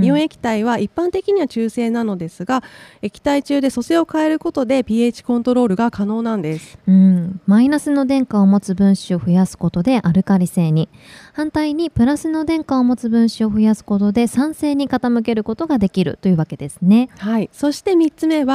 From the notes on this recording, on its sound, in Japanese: 2月20日（火）～22日（木）開催の「健康博覧会2024」に日本化粧品協会が初出展！今回は、番組初となる出展ブースでの公開収録を実施。ブースのこだわりや展示品をご紹介する現場レポート。